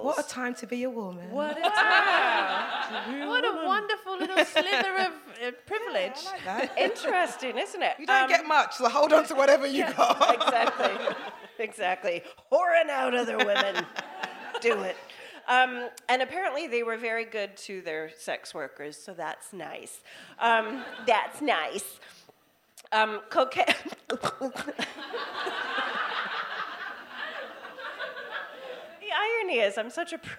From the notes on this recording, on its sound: This episode was recorded at the DWSC London residency, and the place was buzzing. We then hear from a member of the audience.